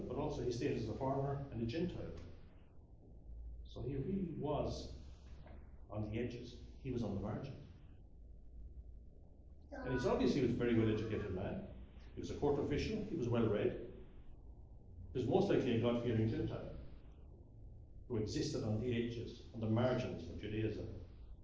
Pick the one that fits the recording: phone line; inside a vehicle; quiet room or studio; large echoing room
large echoing room